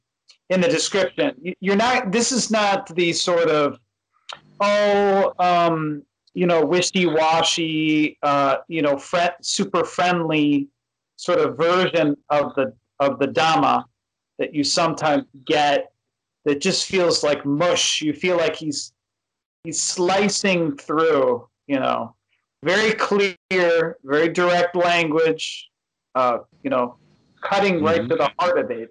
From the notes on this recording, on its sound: skype calls on this channel